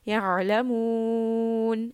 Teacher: عَيْن is a letter of tawassut. And so we want a slight constriction sound.